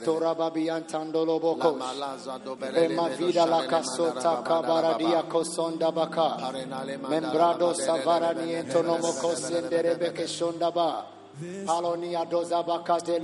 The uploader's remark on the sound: Preached at the Prophetic Encounter Service.